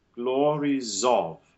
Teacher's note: What you don't want to have happen, though, if you decide to go through, is glories of, with a big fat Z, linking on. Right. Because then it sounds like the next word begins in Z instead of in O.